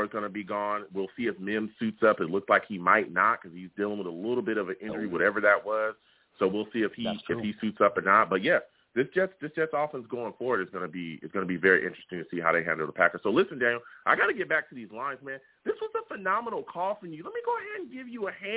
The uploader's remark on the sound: I take live callers as well!